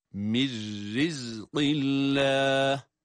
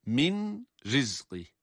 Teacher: Cezimli nun kendisinden sonra ra gelirse ona idgam edilirdi. İdgam edilince de ra harfi şeddeli gibi okunur. · Shown in: first take · Ve aynı zamanda ra'nın esrisi sebebiyle de ra harfi ince okunur.